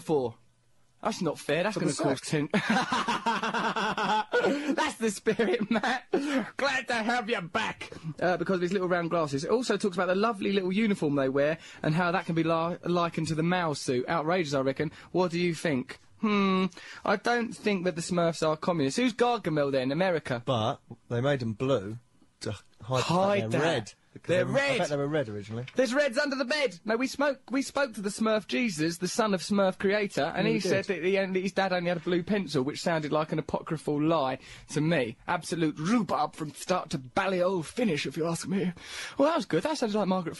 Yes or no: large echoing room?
no